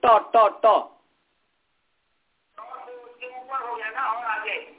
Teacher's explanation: मूर्धा जो है ऊपर, ट जहां से बोलते हैं ट ट ट, दांत से ऊपर, दांत के आगे वाला जो